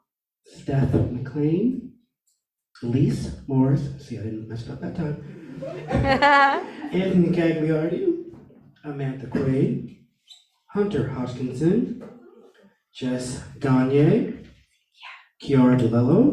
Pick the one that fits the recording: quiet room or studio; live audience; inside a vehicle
live audience